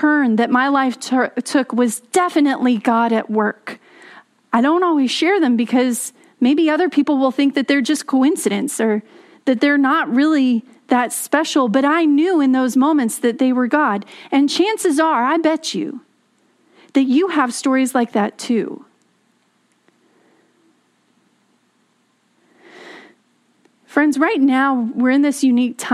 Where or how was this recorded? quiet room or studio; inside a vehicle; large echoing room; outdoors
large echoing room